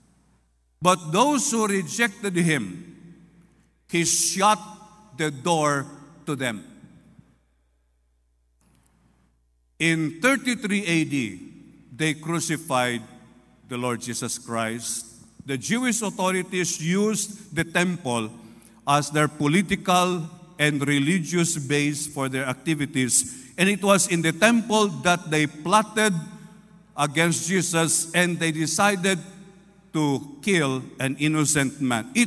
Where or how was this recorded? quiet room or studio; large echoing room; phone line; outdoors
large echoing room